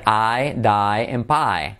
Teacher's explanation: Otro sonido vocálico que es el de la I, pero que se pronuncia como diptongo, que es I, que es precisamente como se dice la letra I.